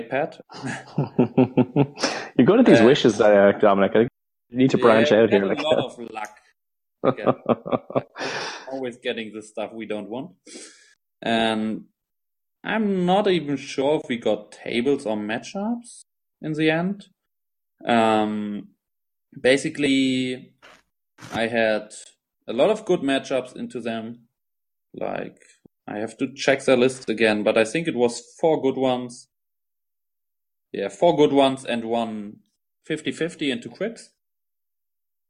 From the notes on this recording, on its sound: We had some minor audio issues this episode, we should have the issues resolved next record.